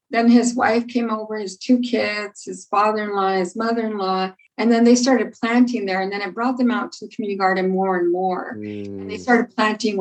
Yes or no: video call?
yes